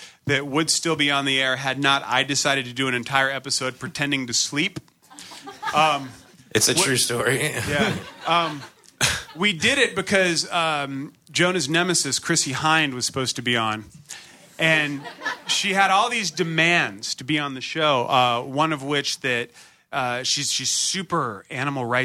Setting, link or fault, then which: setting, live audience